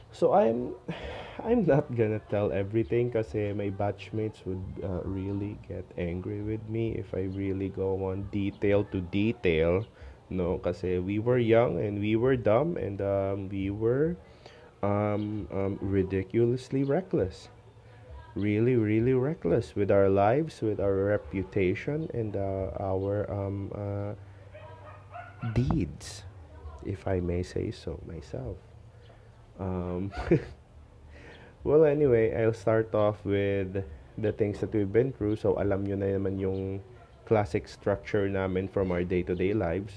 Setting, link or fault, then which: fault, sounds in the background